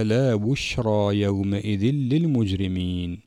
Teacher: هنا التنوين في يومئذ أدغم في اللام، هذا الإدغام أعزتي إدغام كامل. نلاحظ في حالة الإدغام عدم وجود الصفة وهي الغنة، فيعبر عن هذا الإدغام بالإدغام الكامل.